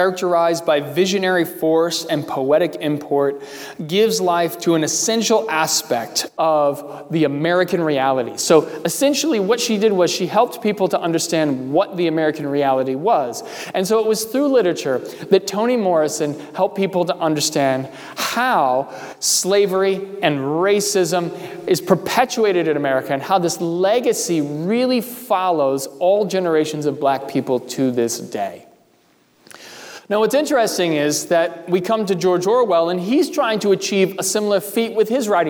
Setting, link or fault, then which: setting, large echoing room